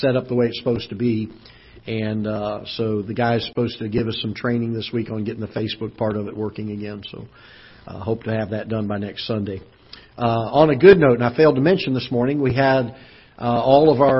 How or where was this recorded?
large echoing room